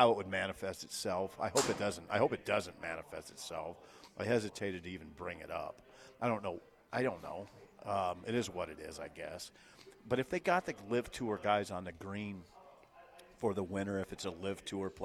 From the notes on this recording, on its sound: LIVE from Double Eagle Golf on West O Street. LIVE REMOTE for the first time in 7 years, and the place is packed.